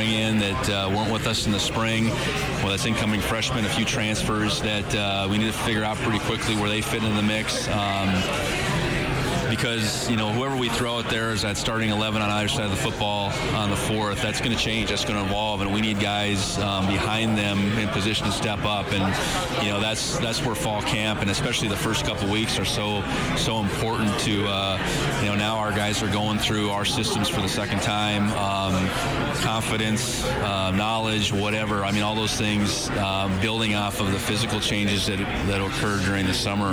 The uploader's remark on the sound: LIVE from the Big Sky Kickoff in Spokane. The Big Sky Kickoff media conference in Spokane.